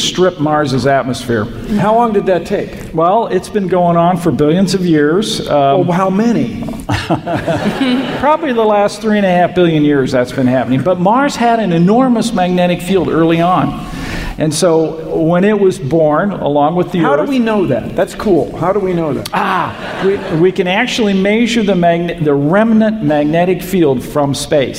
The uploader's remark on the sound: StarTalk Live! from SF Sketchfest 2016. RECORDED LIVE, ADULT LANGUAGE.